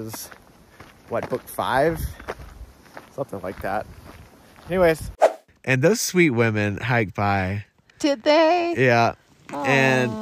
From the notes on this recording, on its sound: we are recording from our tent in the middle of the CO frozen backcountry ON the Colorado Trail